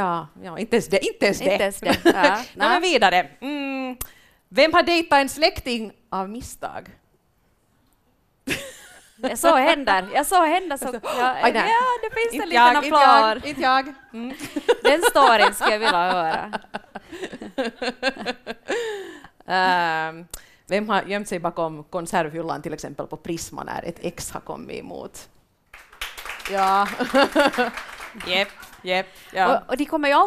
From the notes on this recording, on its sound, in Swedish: Livepodd. Podden är inspelad live inför publik i Jakobstad.